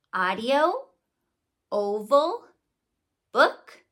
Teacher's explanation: these are gonna be made more toward the back of the mouth, and our lips are becoming more rounded. So that's why it kind of changes the shape of our mouth.